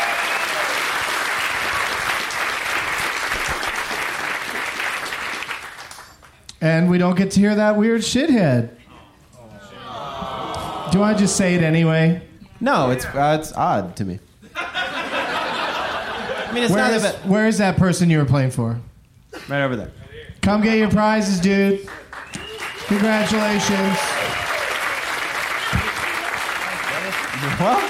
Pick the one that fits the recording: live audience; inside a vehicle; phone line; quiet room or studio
live audience